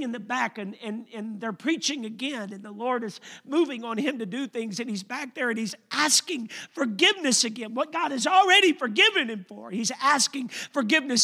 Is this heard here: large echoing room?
yes